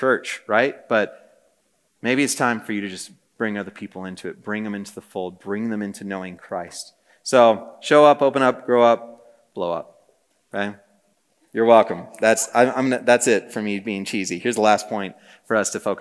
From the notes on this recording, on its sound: Message preached on June 1, 2023 at a Thursday Night Gathering of Coram Deo College Ministry.